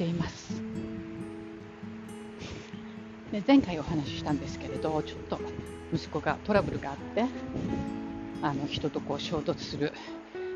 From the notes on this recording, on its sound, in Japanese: 久々にガンガンとウォーキングしながらの録音で、息が荒いです。